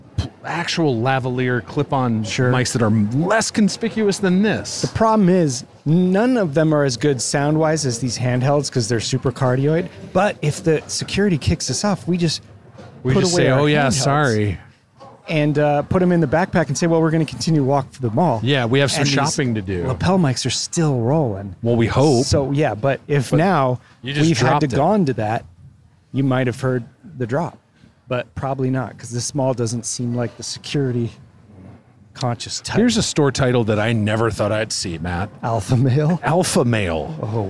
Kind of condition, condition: setting, busy venue